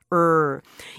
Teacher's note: 혀가 이렇게 목구멍 쪽으로 말려 들어가면서 근데 입안 그 어디도 터치를 하지 않는 그런 소리예요. R. 이거 잘하려면 우리 친구들 손바닥을 이렇게 펴갖고요. · Term: R의 소리